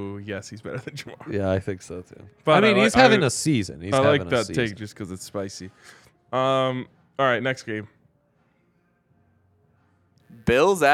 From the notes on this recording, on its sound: come to you LIVE from the DNVR Bar